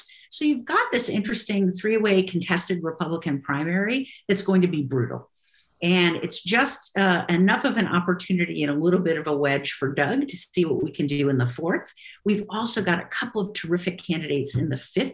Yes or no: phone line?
no